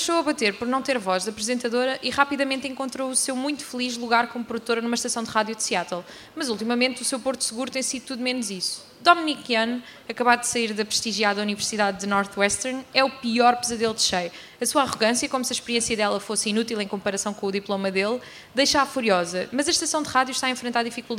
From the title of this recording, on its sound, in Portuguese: Livra-te ao vivo na Comic Con